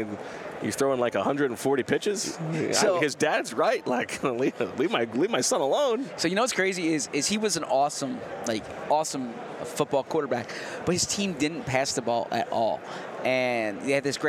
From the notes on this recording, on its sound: Live from radio row at the Super Bowl in Las Vegas